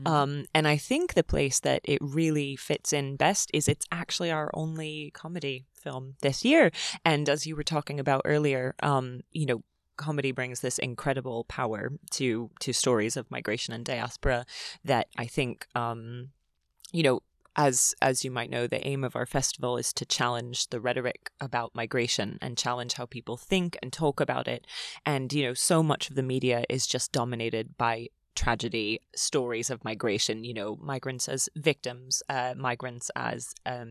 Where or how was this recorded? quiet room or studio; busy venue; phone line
quiet room or studio